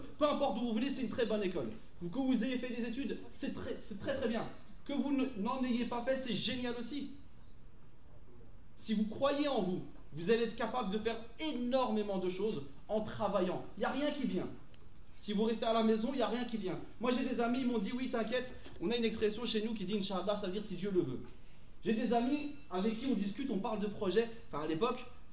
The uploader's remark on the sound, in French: Quatrième conférence de la saison 2022-2023 de V Union. À l'ULB.